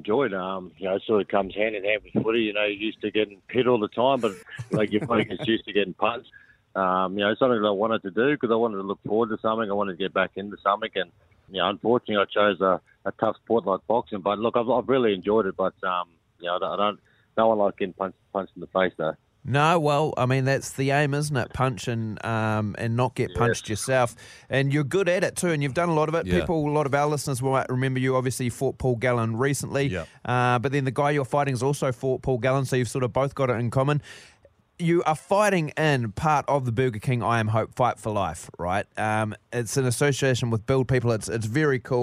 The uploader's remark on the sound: Today we were joined on the phone